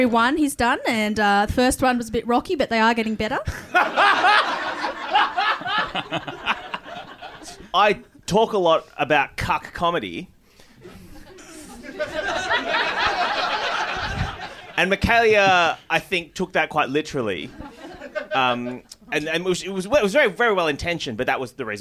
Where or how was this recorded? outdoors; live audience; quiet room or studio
live audience